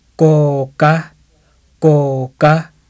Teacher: The unaspirated K that has a tight voice after it can be ejective. They seem to alternate between an ejective and a tight, tight one.